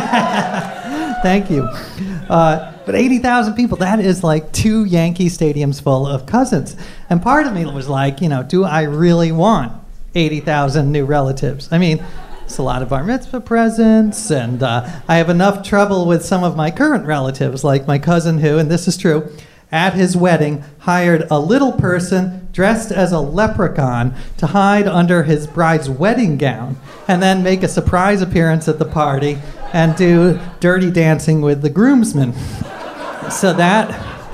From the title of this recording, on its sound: Live From NYC Podfest 2!